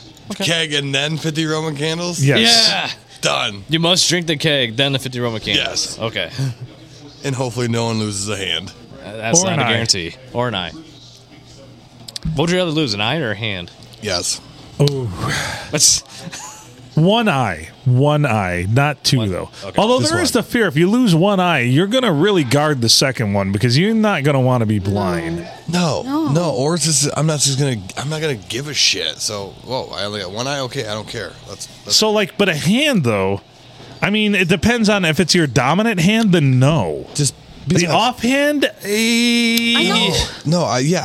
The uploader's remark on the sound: Recorded from a totally ruined (by us) Blue Water Sports Bar and Grill on a Monday night when it was snowing and blowing like the blue blazes.